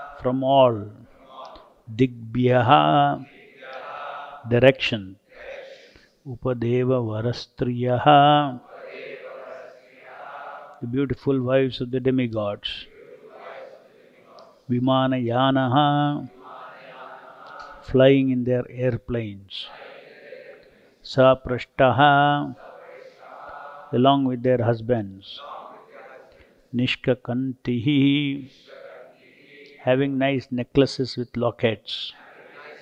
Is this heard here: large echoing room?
yes